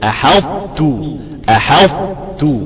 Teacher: تطلع طاء وتنزل ايه تاء · Term: إدغام ناقص